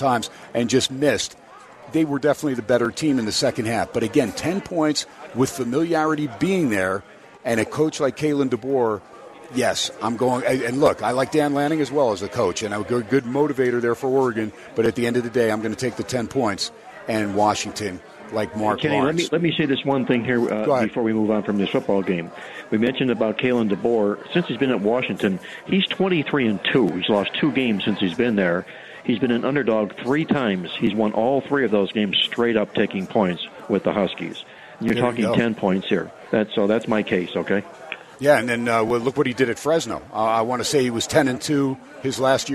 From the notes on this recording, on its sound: HUMP DAY AT STEINERS PUB. "Live" from #SteinersPub #LasVegas.